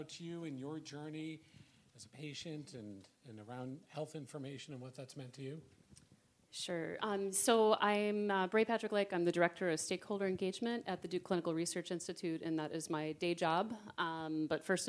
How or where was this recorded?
busy venue